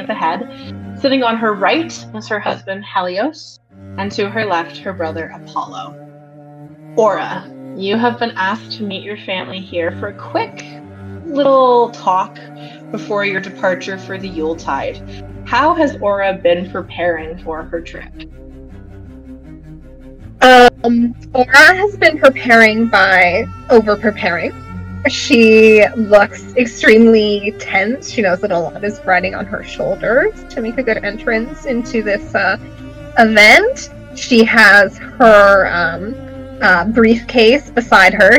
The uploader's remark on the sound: Please note the audio quality on this first session is patchy, but that improves in subsequent episodes.